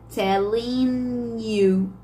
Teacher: o telling, ele tá finalizando no som da consoante N. E o you está iniciando no som de vogal I. · Term: unir